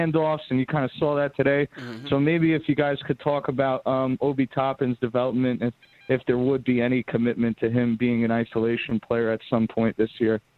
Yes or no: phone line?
yes